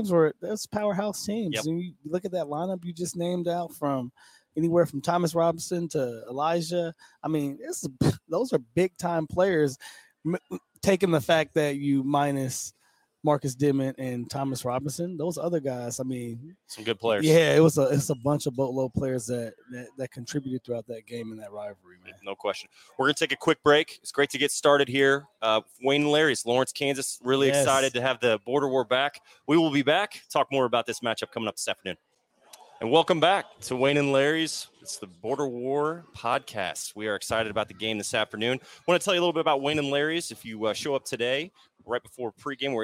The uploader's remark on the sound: Border War LIVE Pregame Show from Wayne & Larry's. Live from Wayne & Larry's in Lawrence, Kansas.